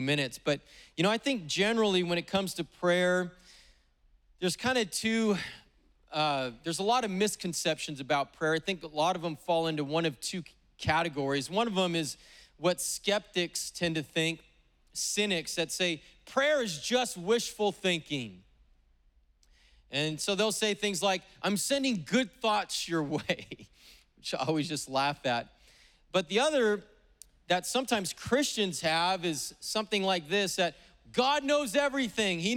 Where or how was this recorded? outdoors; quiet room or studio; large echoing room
large echoing room